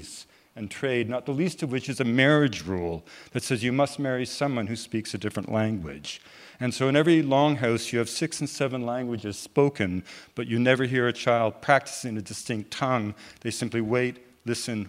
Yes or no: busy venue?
yes